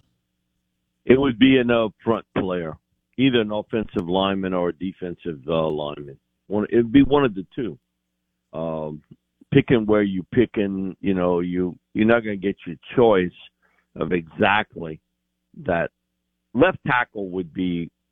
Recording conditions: phone line